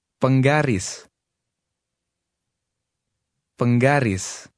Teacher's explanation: The stress is on the end of the word.